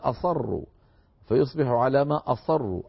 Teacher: بعدها فبتصير أصروا، فيصبح على ما أصروا، أصروا صارت من الإصرار، السين إذا فخمت تحولت إلى صاد فتصير من الإصرار